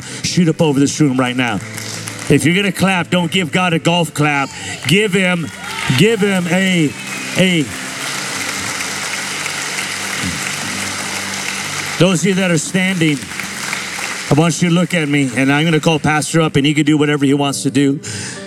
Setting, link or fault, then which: setting, live audience